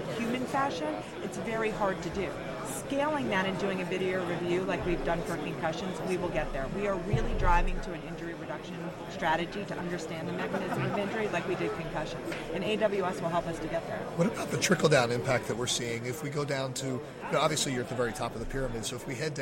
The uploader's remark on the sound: Super Bowl LIV Radio row